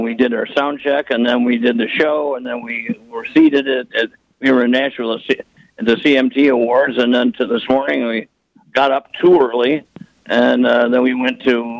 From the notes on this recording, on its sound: On the phone.